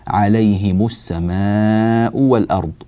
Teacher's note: نكسر الهاء ونضم الميم، لا نقول عليهم السماء ولا عليهم السماء، فما بكت عليهم، هم، فما بكت عليهم السماء والأرض، وطبعا توالي الضم بعد الكسر هكذا فيه ثقل، لكن لا يثقل على المتدرب أمثالكم إن شاء الله تعالى.